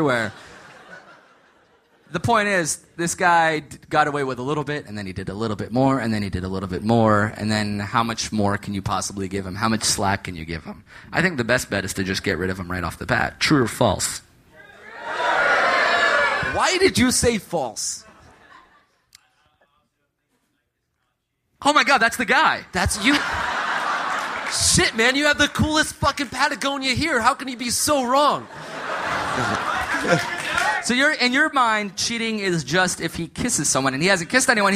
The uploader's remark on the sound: Live from Austin! Live from Austin, Texas!